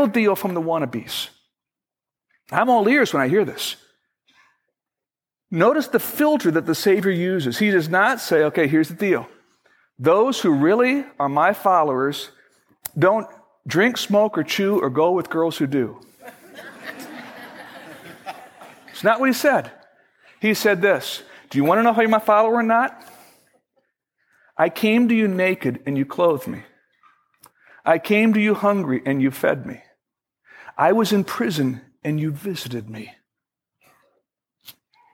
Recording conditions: large echoing room